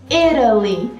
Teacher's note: Você dá uma enroladinha no T e ele vira um R.